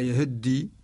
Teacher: يخصمون، أما لا يهدي، بدل أن يقول يهدي يقول أما لا يهدي. هذا نوع من الاختلاس، وهو إضعاف الشكلة حتى تأتي بجزء قليل منها، ويشير إلى أن أصل هذا الحرف أصله اللغوي هو ساكن.